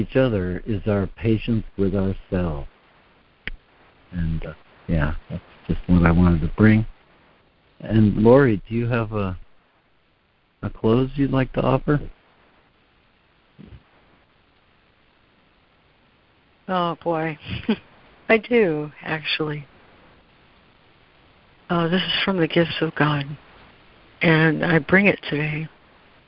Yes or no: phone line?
yes